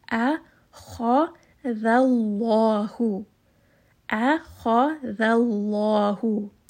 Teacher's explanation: hamza, light, kha, heavy, dhal, light, and the name of Allah here is heavy because it is ism jalala.